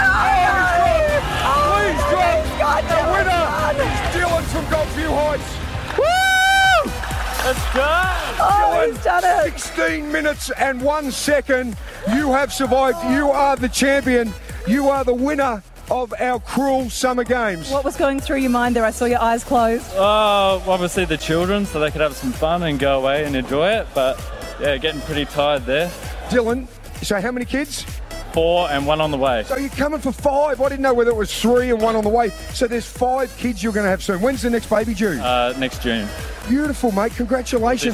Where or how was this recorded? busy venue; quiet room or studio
busy venue